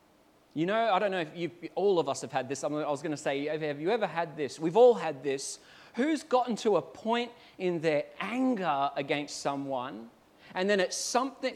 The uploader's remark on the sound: At Clarence Valley Community Church. This sermon was preached at South Grafton.